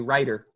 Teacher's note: T and D become this kind of R, the kind of R that's found maybe in languages like Spanish.